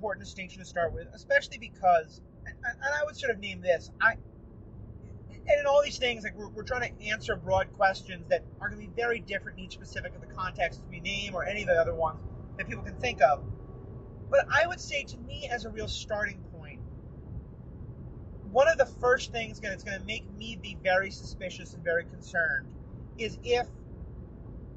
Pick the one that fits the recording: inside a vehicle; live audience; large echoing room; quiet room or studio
inside a vehicle